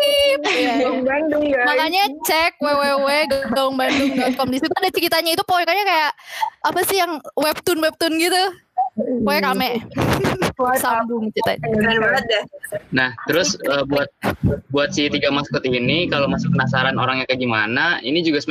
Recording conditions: video call